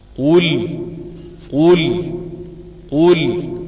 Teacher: مفخم مضموم، ده في اوسط المراتب، قول قول قول، تمام.